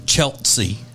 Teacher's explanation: so many of my Southern brethren and sistren will put a T in the middle of the word that doesn't belong. You know, like there's a girl I know and her name is Chelsea, and some Southerners would pronounce her name Chelsea.